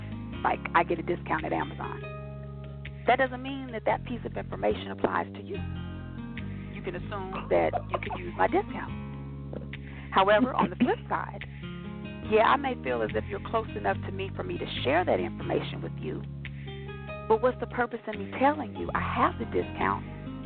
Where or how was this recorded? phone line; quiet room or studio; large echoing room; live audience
phone line